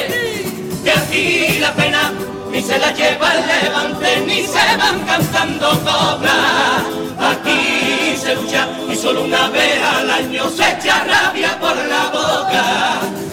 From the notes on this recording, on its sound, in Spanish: En directo desde el Gran Teatro Falla de Cádiz. La retransmisión del Concurso Oficial de Agrupaciones Carnavalescas del Carnaval de Cádiz 2024 en Onda Cero Cádiz.